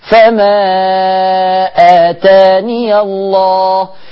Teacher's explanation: الياء ثابتة في الوصل، هفتح الياء · Term: ثبوت الياء